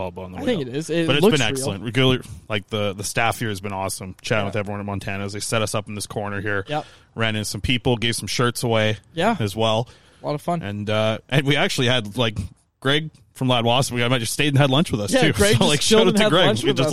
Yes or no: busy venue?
yes